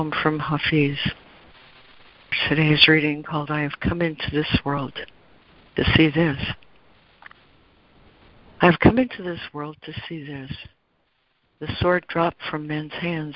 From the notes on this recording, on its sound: ACIM Daily Conference Call